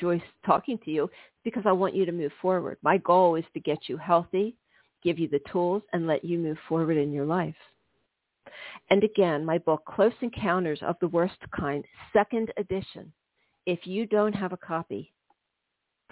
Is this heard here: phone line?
yes